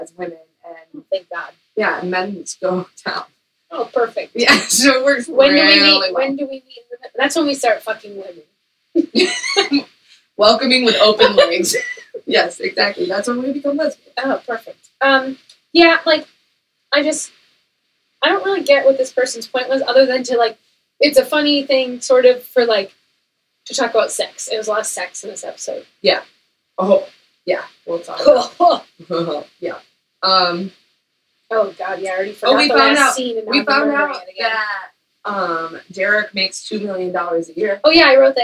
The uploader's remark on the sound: Recording around Christmas Trees. The ladies are still struggling with sound, they need a new microphone.